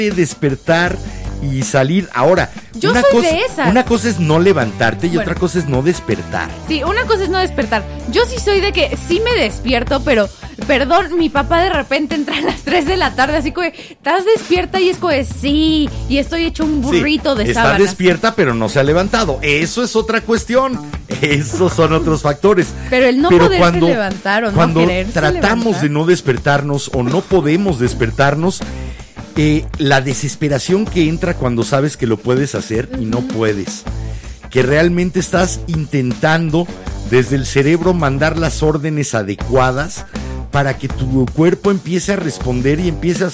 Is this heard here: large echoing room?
no